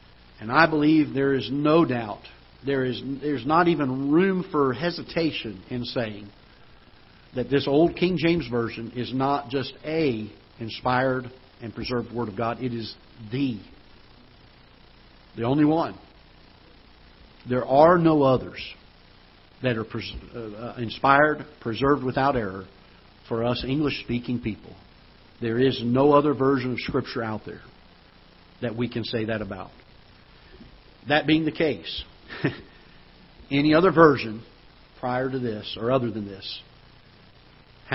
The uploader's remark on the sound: Ketha Heights Baptist Church ~ Live Broadcast